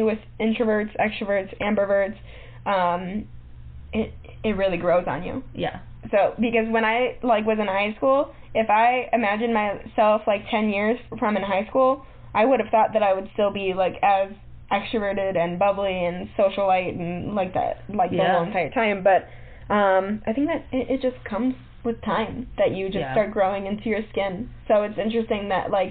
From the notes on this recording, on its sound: We had a little technical difficulty with our microphone this time around.